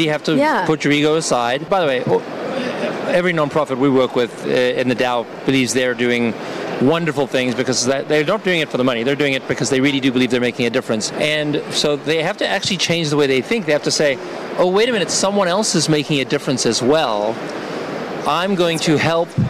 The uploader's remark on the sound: Live from Consensus in Austin, Texas